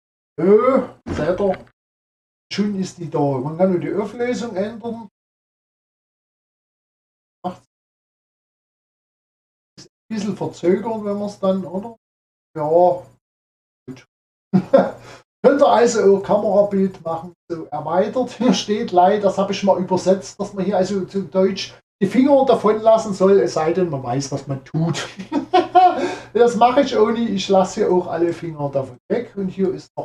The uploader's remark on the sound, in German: Für den Ton bitte ich um Entschuldigung.